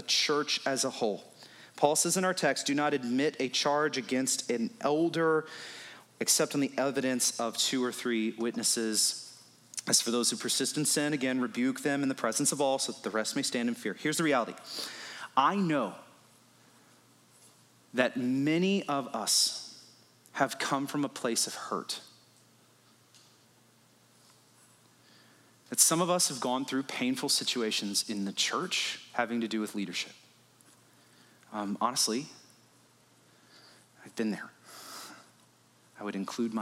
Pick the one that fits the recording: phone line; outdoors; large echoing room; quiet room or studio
large echoing room